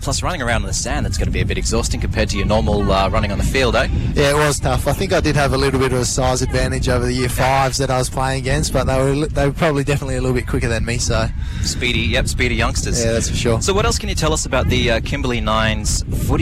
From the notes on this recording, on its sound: Broadcasts live from Cable Beach for the Kimberley 9's event , a joint initiative by the Purple Hands Foundation and WA Police.